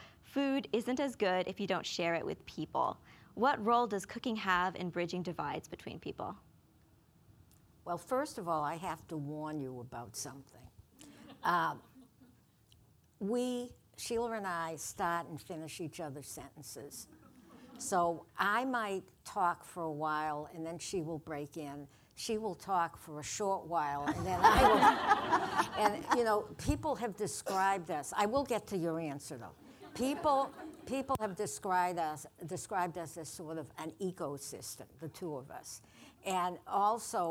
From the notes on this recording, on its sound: our first podcast before a live audience